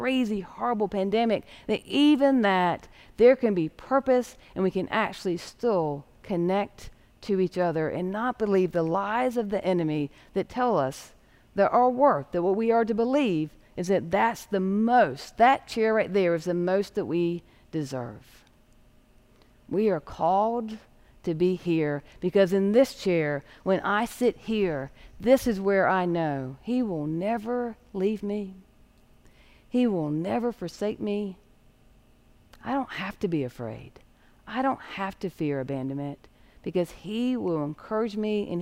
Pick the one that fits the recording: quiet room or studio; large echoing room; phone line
large echoing room